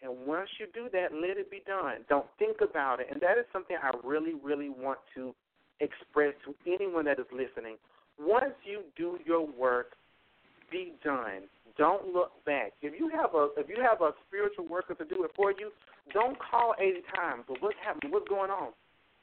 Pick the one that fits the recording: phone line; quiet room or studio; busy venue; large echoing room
phone line